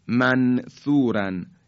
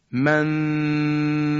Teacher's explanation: من در اول مخرج سه نقطه ام اما تلفظش نمی کنم، نون رو هم مخفی می کنم · Shown in: second take · Term: اخفای نون ساکن